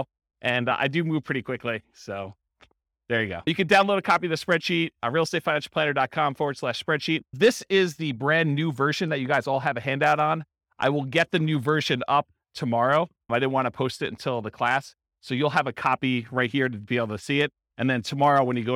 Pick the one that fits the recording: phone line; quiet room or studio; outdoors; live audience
live audience